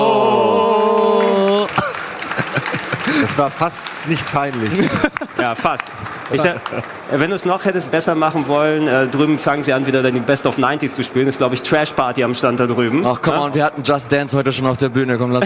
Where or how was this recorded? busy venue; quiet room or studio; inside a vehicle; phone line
busy venue